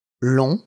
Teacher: But long is further forward in the mouth and a more closed sound.